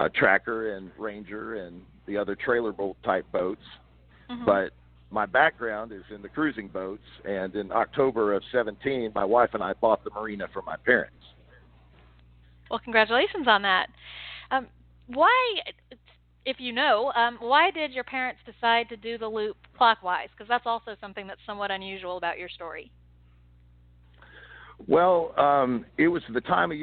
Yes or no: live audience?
no